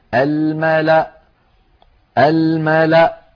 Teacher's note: ويوقف عليها بهمزة ساكنة الملأ الملأ هكذا، ولا تنطق الواو التي هي كرسي للهمزة، ولا تنطق الألف التي بعدها.